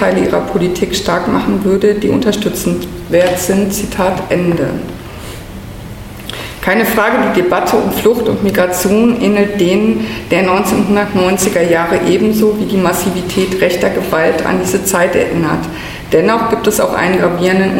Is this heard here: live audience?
yes